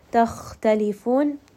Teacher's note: just rest on this kha for a little bit, and it's also heavy